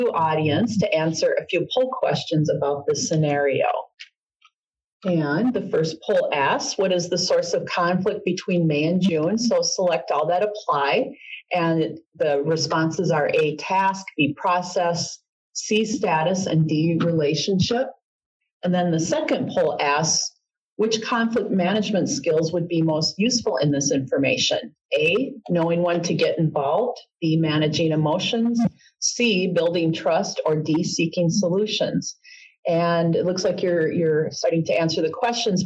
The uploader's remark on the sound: This is a podcast version of a Supervisory Development webinar recorded on April 18th, 2018.